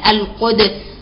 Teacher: ابن كثير قرأ كلمة القدس في القرآن كله بإسكان الدال